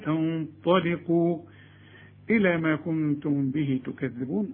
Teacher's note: هنفخم الغنة علشان الطاء، لكن اللام هنا ترقاها